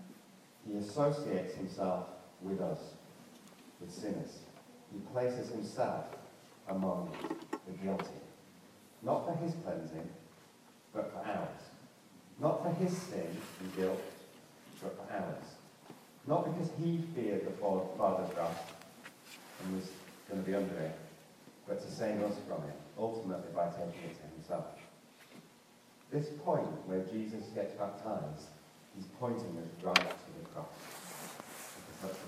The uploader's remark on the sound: Due to technical problems, the first part of this sermon was not recorded and the quality of this recording is poor.